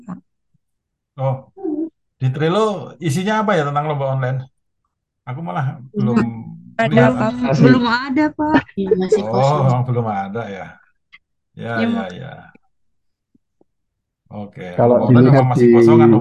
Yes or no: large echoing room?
no